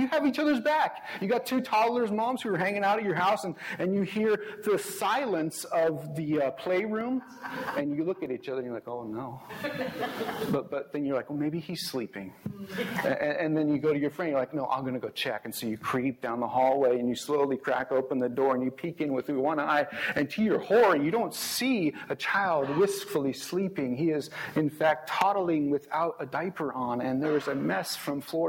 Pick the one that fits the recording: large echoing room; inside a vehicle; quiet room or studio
large echoing room